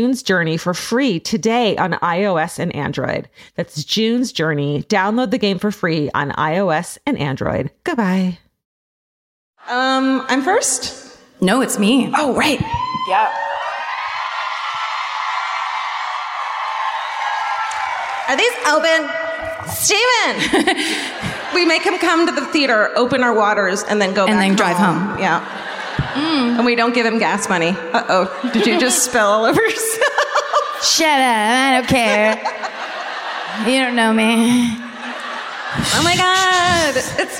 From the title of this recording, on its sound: Live at the Civic Theatre in San Diego, CA